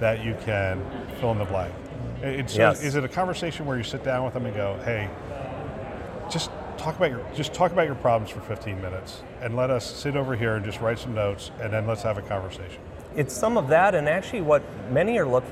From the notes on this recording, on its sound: an Interview in Action live from CHIME